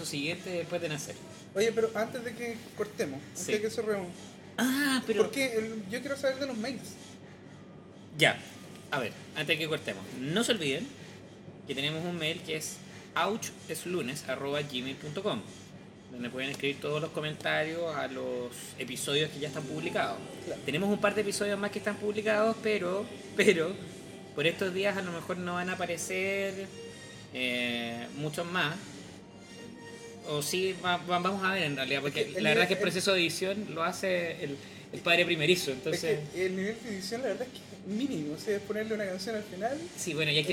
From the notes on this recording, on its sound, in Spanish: Fue grabado en la cafetería de la Clínica Santa María.